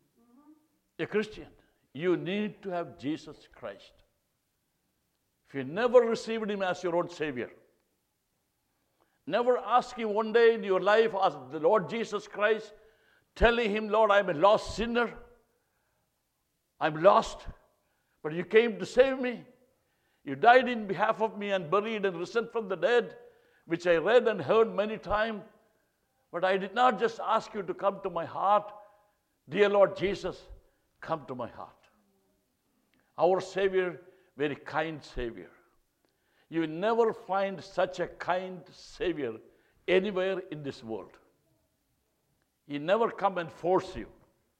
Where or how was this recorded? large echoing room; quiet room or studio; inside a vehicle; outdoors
large echoing room